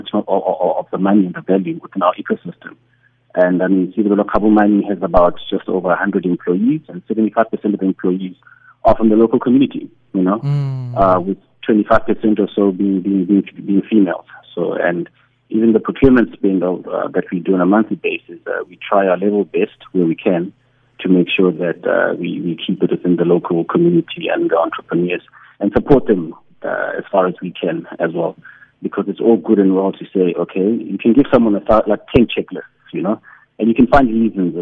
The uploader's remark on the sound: Investing in African Mining Indab, the worlds largest mining investment conference is currently taking place here in Cape Town. Joining over the phone is.